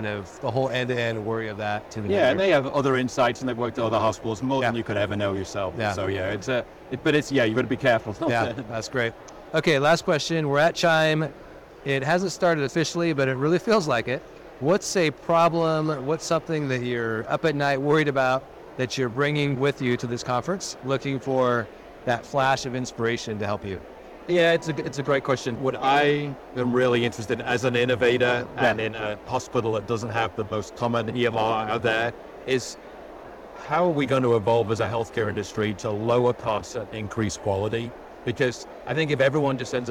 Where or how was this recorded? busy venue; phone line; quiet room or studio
busy venue